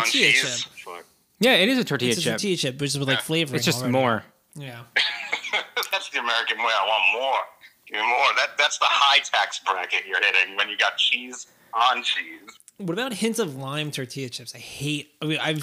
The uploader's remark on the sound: A few guests call in during this party episode